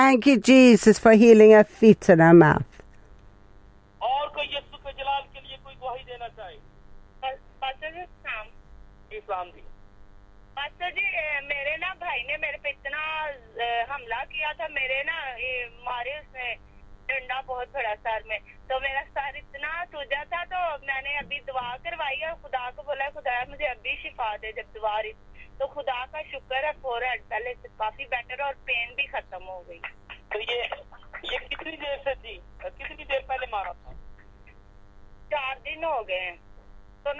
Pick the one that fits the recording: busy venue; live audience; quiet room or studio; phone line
phone line